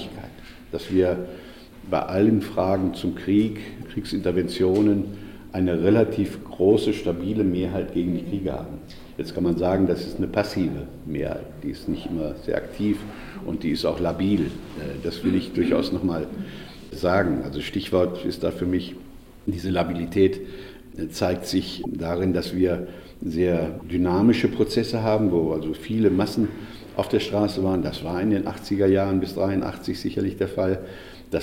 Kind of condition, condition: setting, live audience